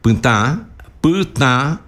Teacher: Si yo digo putá, putá, nasal la A, eso es colorado rojo. Hay diferencia en la nasalidad de la A.